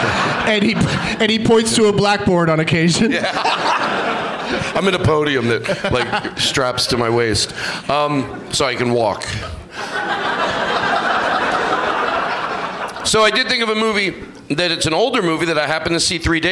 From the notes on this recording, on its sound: Live from Goodnight's Comedy Club in Raleigh